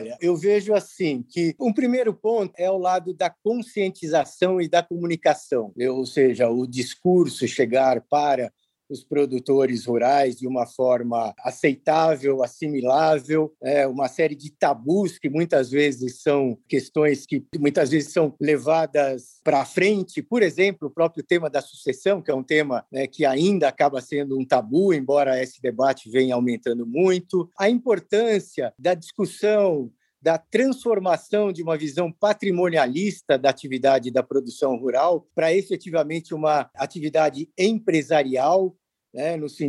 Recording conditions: video call